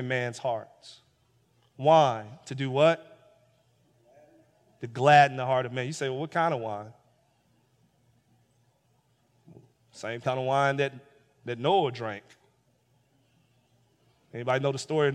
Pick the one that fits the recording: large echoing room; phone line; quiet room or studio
large echoing room